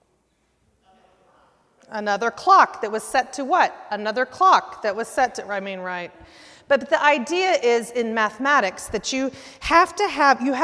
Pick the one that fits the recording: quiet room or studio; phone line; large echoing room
large echoing room